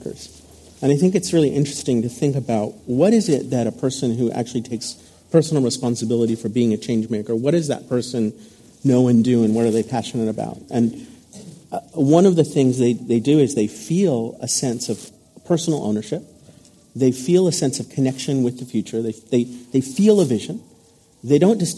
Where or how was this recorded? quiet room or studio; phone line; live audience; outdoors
live audience